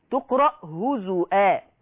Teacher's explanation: قرأ ورش بثبوت الهمز في لفظ هزوا تقرأ هزوا، يبقى كل هزوا في القرآن ورش يقرأها بالهمز هزوا.